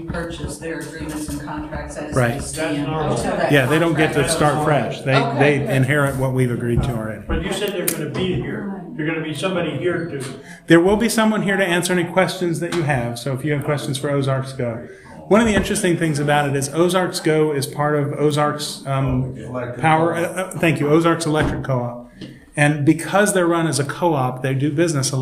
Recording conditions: large echoing room